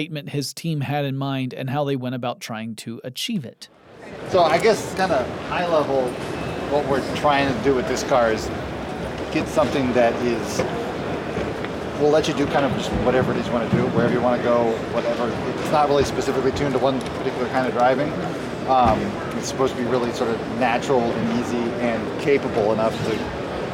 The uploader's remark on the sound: Live from inside a Mazda CX-30 at the Los Angeles Auto Show